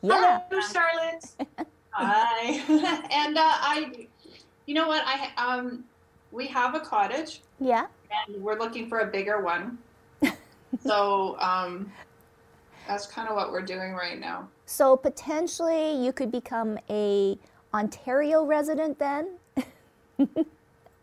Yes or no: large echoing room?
no